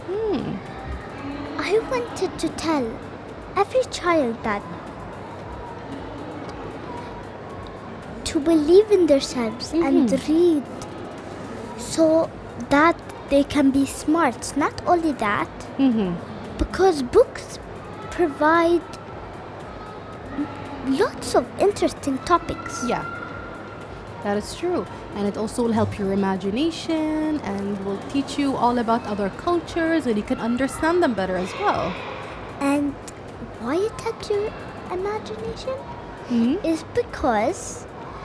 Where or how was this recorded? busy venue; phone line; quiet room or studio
busy venue